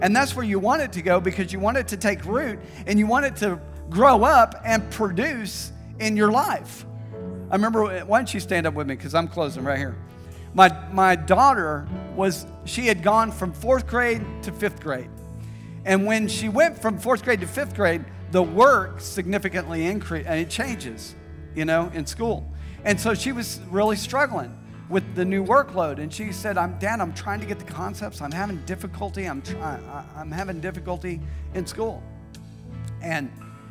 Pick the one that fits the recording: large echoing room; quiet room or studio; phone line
large echoing room